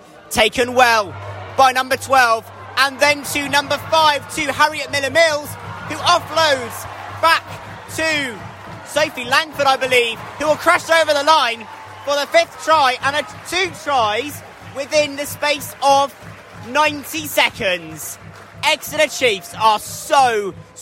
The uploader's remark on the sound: live from Sandy Park!